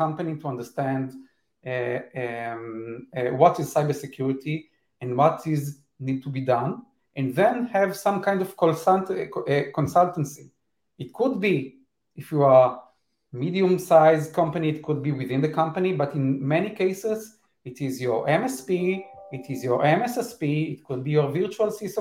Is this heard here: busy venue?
no